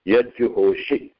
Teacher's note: अग्रे स्थितस्य तालव्यवर्णस्य जकारस्य प्रभावेण तालव्यदकारस्य दन्त्यदकारस्य स्थाने जकारादेशः भवति